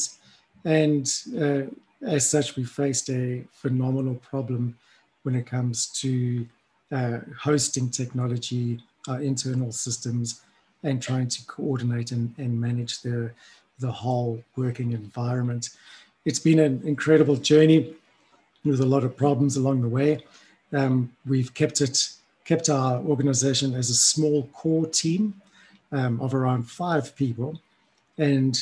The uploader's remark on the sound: This is an audio recording of a TechSoup Connect Southern Africa virtual event hosted on 02 June 2021.